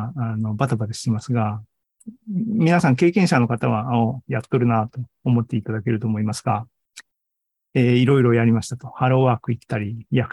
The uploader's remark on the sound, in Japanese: ２０２３年６月２４日に開催した ZOOMライブの模様です